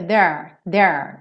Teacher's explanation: Só que falando muito rápido fica there, there. Ou seja, o ar quase que some, fica um there um pouquinho mais comprido